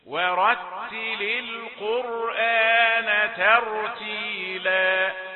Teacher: واو رقيقة ثم راء مفخمة · Term: التفخيم والترقيق